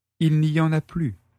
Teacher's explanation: En français familier, ne plus est souvent prononcé pu.